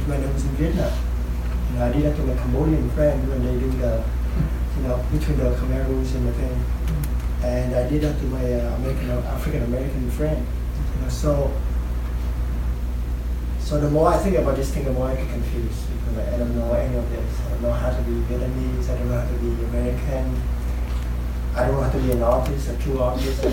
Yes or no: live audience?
yes